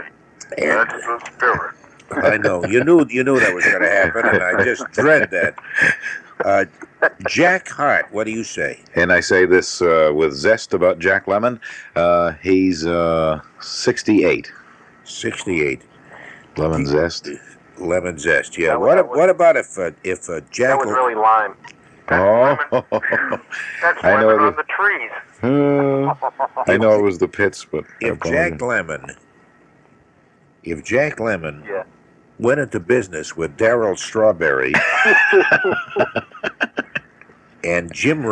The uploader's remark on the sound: on the phone from MC